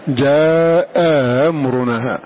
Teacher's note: والأخرى كمد عند ورش، فالمراد هنا أي تسهيل الثانية بينها وبين حركة الحرف المجالس لها، فتسهل المفتوحة بينها وبين الألف فتكون مثل الألف